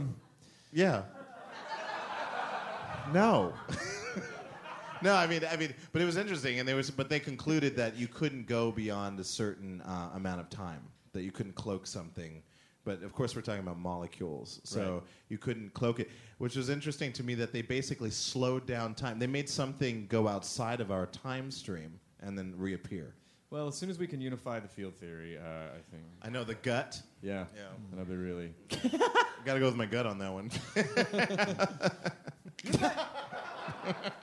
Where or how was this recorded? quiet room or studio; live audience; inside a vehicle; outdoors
live audience